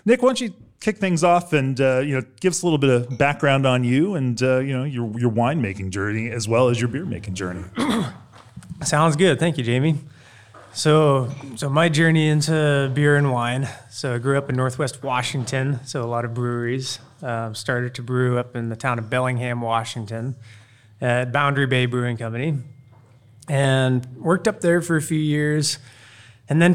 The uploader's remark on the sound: As part of the recent Craft Beer & Brewing Brewer’s Retreat, hosted by Russian River in late May 2023. Moderated panel discussions before a live audience of attendees and featured brewers. This episode is a recording of one such panel.